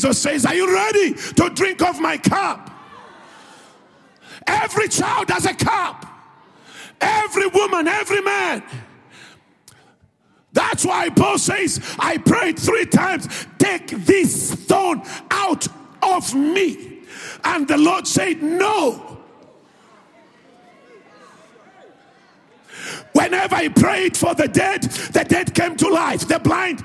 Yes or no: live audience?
yes